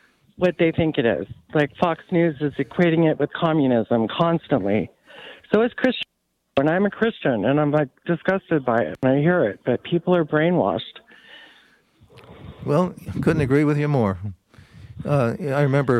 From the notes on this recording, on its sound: LIVE in the studio. To engage with listeners who called.